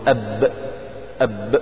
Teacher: ما فيش هواء خارج مع الباء · Term: الجهر